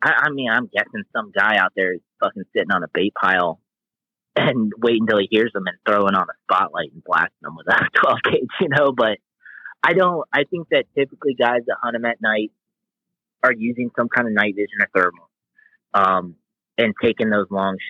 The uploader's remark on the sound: Calls in from Omen Outdoors, an outdoor lifestyle brand making clothing for true blue hunters and anglers.